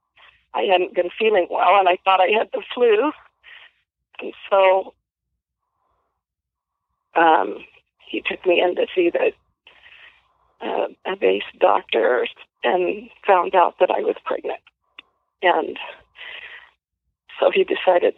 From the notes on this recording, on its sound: Phone Call With Mom. Phone call with his mother.